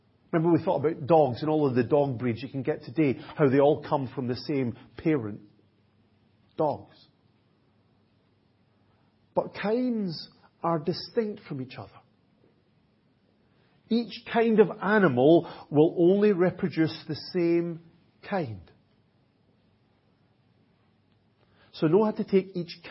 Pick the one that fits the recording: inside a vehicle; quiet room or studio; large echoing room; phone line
large echoing room